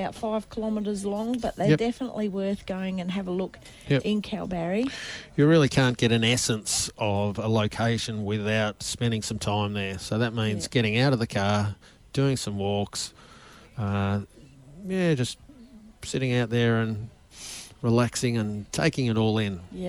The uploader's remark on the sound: Touring along WA coast Gascoyne to Margaret River. Live to air Outside Broadcast. Hills Radio 88.9FM.